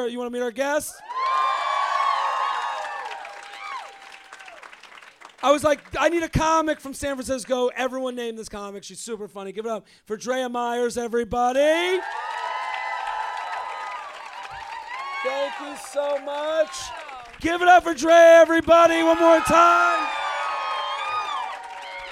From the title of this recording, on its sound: LIVE From The Punchline San Francisco